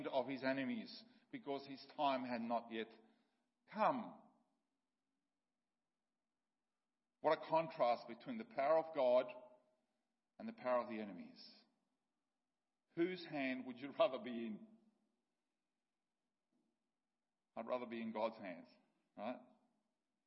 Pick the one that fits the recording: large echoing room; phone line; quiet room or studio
large echoing room